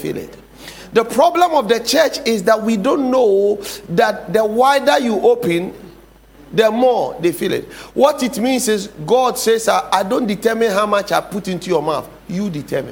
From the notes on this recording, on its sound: Sermon title preached at The Faithlife Church, Ghana-Tema Community 3 Site A.